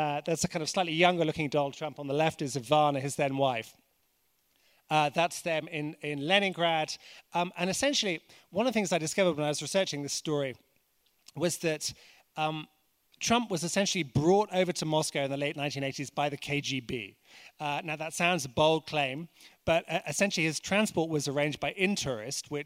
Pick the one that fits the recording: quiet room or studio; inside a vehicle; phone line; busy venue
busy venue